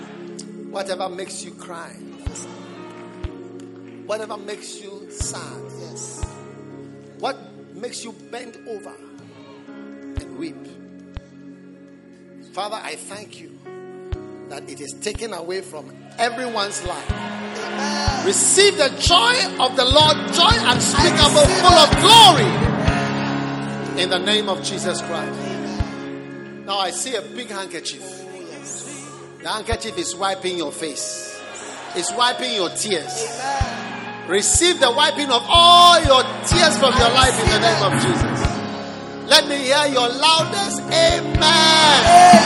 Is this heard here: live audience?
yes